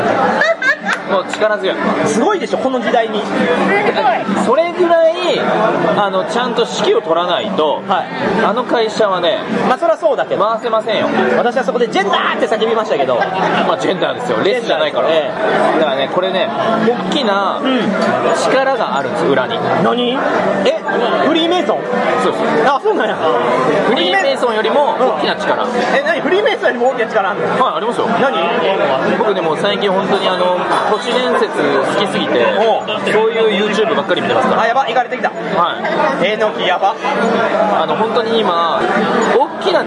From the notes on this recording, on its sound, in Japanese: 店内収録のため、騒音雑音が激しく入っております。